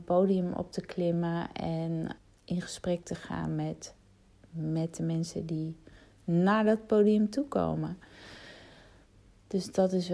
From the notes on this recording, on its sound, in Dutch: Al scrollend in mijn telefoon, vond ik een audio bericht uit 2018